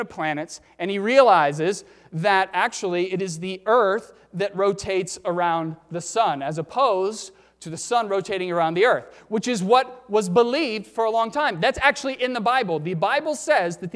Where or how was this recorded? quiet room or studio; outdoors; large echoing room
large echoing room